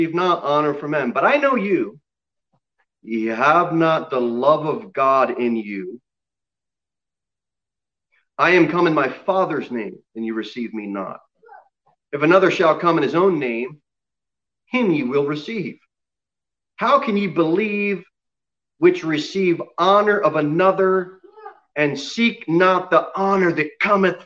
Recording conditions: large echoing room